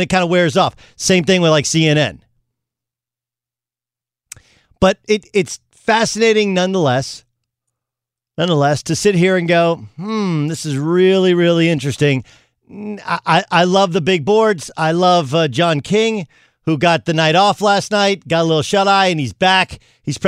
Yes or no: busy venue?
no